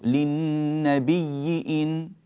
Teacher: فهنا نبدل الهمزة ياء ثم ندغم الياء في الياء